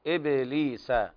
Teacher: في قلقلة في الباء